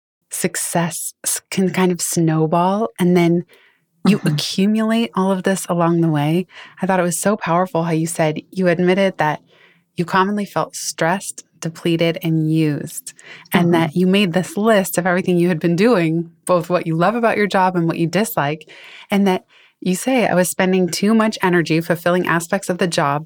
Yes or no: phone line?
no